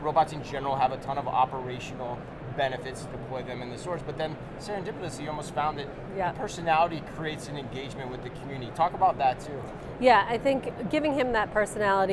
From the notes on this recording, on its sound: Live From NRF 2024. LIVE FROM #NRF2024.